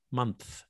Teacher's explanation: you put an N and then a TH immediately after the N